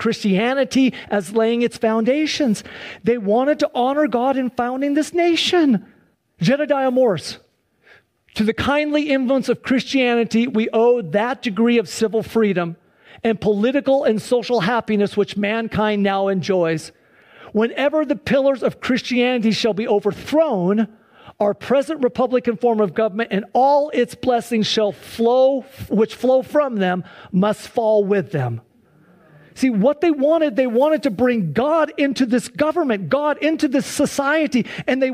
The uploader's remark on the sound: Please enjoy this Sunday church service livestream. Accompanied by a modern worship service.